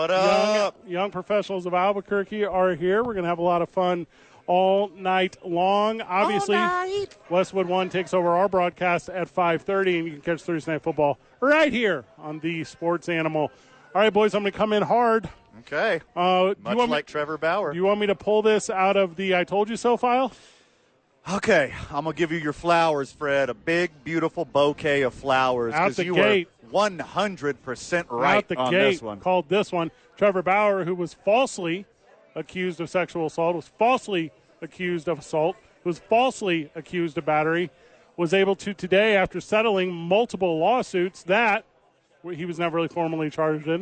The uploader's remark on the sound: live at Santa Fe Brewing for TNF